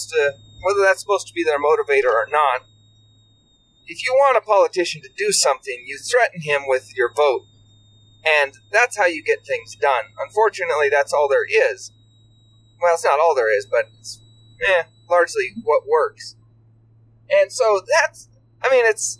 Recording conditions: inside a vehicle